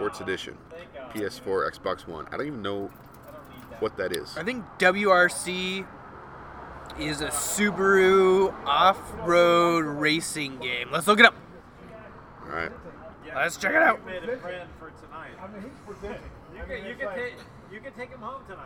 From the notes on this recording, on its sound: This week we come live to you from Amnesia Brewing